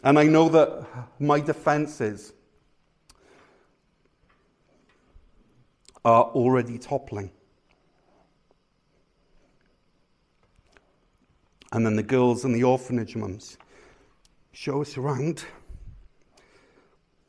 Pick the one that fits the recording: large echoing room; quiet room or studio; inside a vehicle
large echoing room